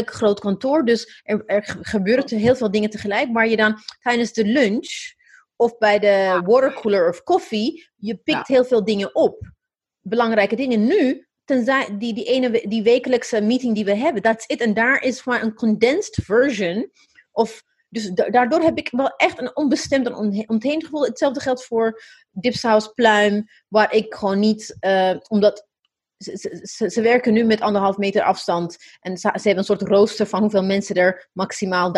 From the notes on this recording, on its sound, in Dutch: Niet in de studio maar alledrie via Zoom (what else, eh?) vanuit huis in Maarssen, Amsterdam en New York.